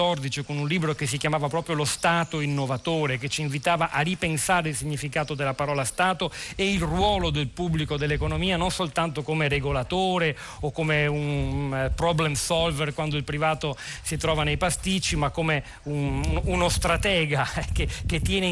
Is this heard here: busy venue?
yes